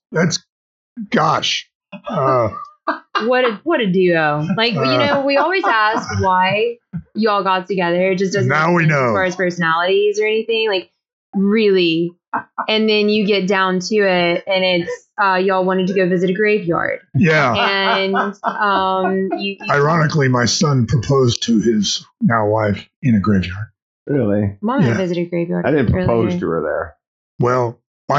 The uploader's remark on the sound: This one had some problems with audio and we re-recorded it later.